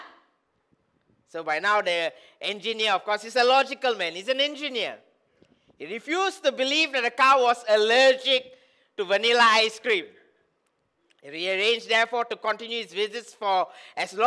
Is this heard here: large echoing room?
yes